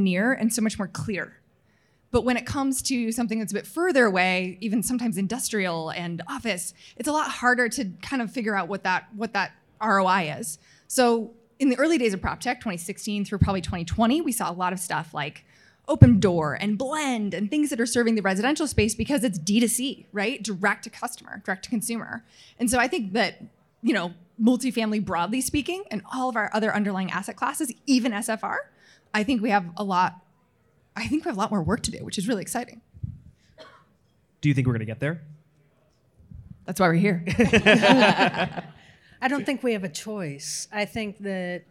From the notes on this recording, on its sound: Recorded before a live audience at the 2022 OPTECH Conference & Expo in Las Vegas.